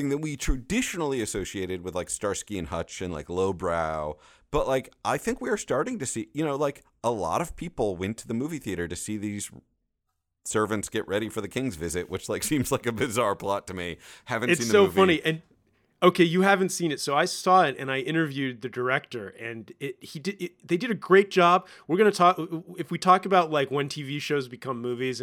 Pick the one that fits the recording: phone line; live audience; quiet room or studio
quiet room or studio